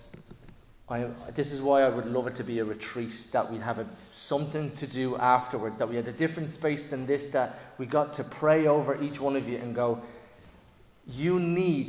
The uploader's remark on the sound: Recorded live in Liberty Church on 27 August 2023